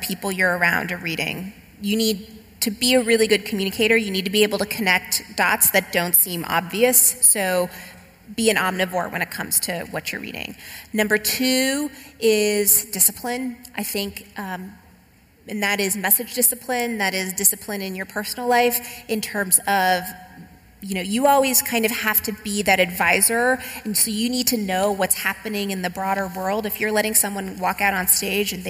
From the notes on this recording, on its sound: Recorded live at The European Communications Summit in Berlin.